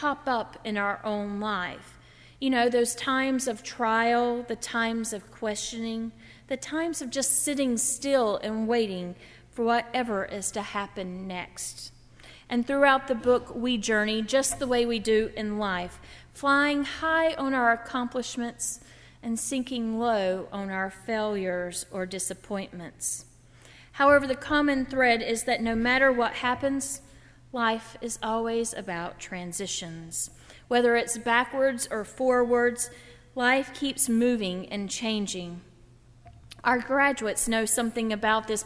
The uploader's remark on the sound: During the Heritage service (11:00 am) on Sunday June 5, 2016, at First Presbyterian Church of Arlington Heights, Illinois. Part of Baccalaureate Sunday.